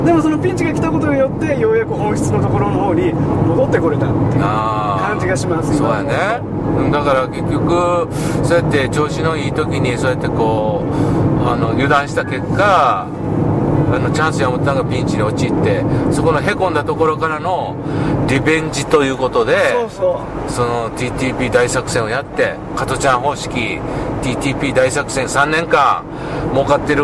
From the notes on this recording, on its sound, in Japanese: 福井県へ向かう車の中でドライビング対談収録をいたしました。